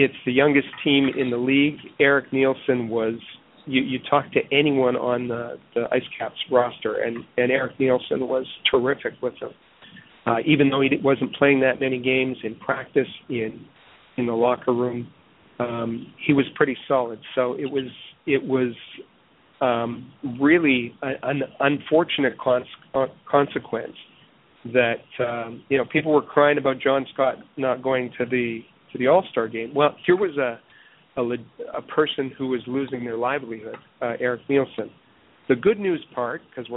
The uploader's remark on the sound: as we take your phone calls